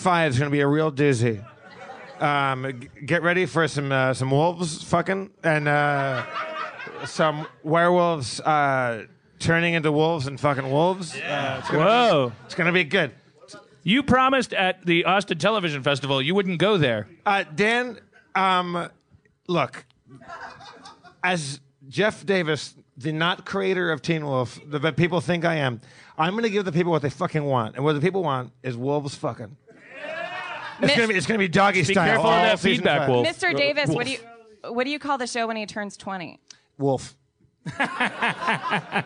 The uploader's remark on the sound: LIVE From UCB East in New York